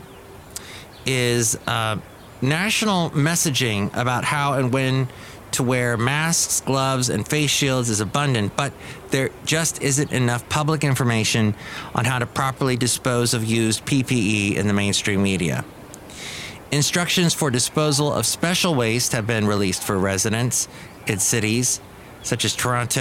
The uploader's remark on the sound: podcasts live from Cafe Anyway